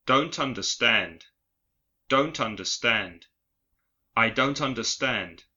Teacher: La palabra understand empieza con un sonido vocal a y la negación don't termina con una consonante. Los sonidos t y a se juntan así de forma que parecen una sola palabra.